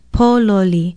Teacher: It is spelled P-O-L-O-L-I, and the first syllable is stressed